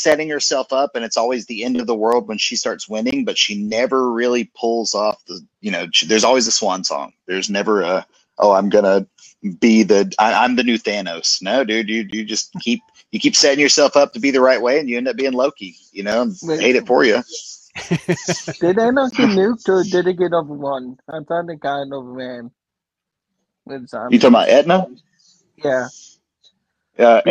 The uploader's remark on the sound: Recorded via FB Live on Dec 6, 2023.